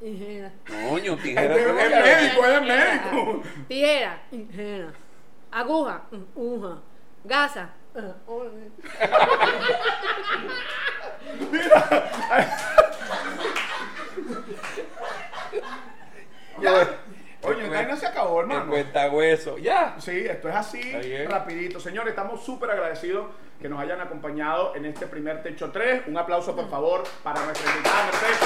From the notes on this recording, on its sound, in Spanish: Techo Tres es un programa grabado en vivo.